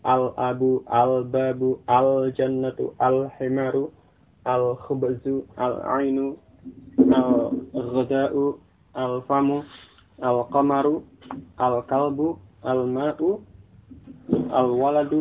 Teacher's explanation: maka lamnya tetap dibaca dengan jelas · Term: huruf qamariyah